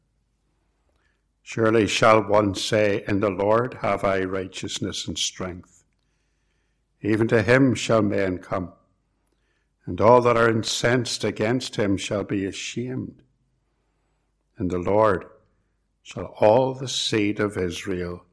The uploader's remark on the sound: It was preached at both Ballymacashon and Templepatrick reformed Church, and was recorded at Templepatrick.